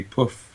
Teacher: she used a labiodental fricative instead of a post-alveolar fricative